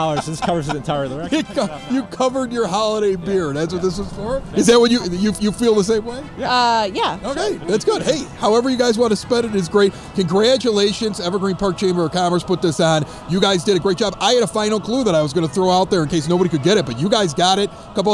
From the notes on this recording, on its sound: We brought our microphone to the first-ever EPCC Money Tree Hunt. Captured an amazing race between neighbors trying to find $250.